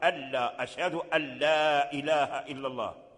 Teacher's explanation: يقول أشهد أن لا إله وهو أيضا لحن فهذا الإدغام أن إدغام في اللام إدغام كامل ألا ألا ألا بغير غنة ولم يبقى للنون أثر